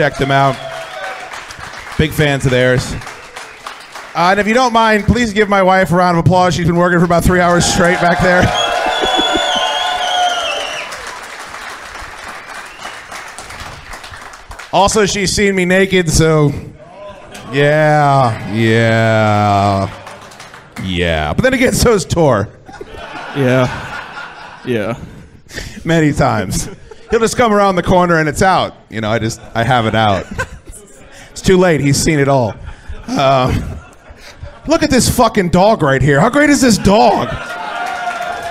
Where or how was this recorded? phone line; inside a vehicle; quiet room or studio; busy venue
busy venue